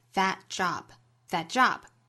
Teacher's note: That,元音不做弱读，仍然读成 eh, eh, that job, that job.因为这里呢它是指示性的代词 that job, that job, 尾部的 t 的音直接略掉